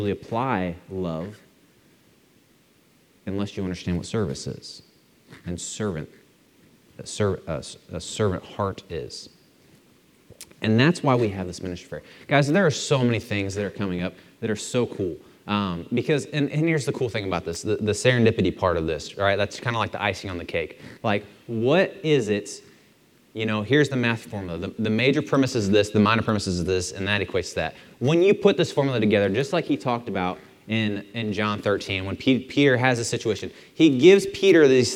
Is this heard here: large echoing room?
yes